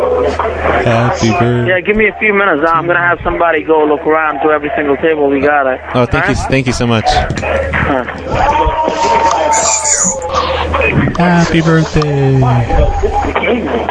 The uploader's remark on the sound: Prank Phone Calls